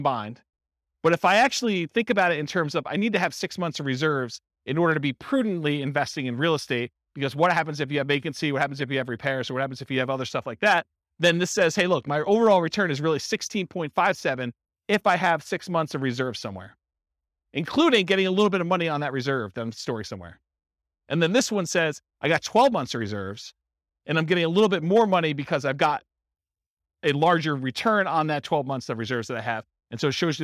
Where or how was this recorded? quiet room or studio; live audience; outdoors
live audience